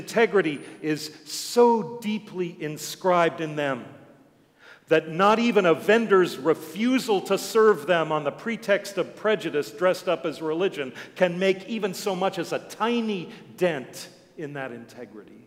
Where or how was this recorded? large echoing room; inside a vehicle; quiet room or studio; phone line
large echoing room